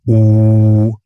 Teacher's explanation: Zum Beispiel beim U liegen die ersten beiden Formanten recht nah beieinander, also die ersten beiden Obertöne. Bei mir sind das vermutlich etwa 300 und 800 Hertz, die dann dieses U erzeugen, das klingt dann eben U.